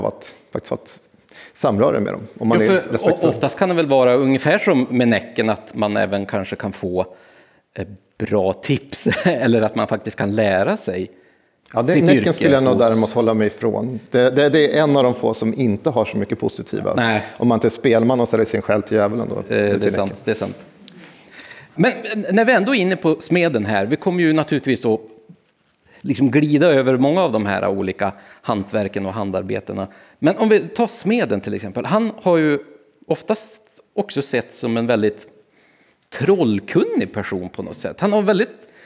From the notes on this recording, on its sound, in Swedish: Besökte vi Sätergläntan – institutet för slöjd och hantverk i Dalarna. Ett fantastiskt trevligt evenemang där vi inför publik berättade.